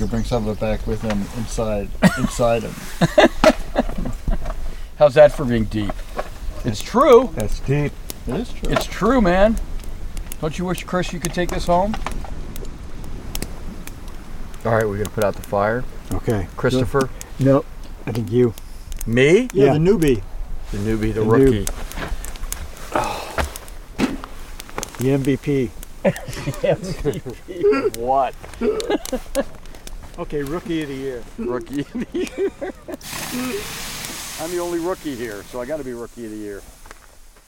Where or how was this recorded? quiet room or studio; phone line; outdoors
outdoors